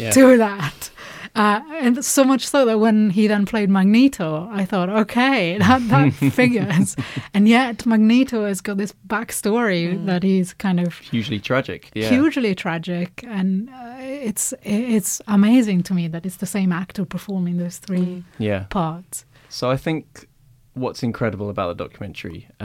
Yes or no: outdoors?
no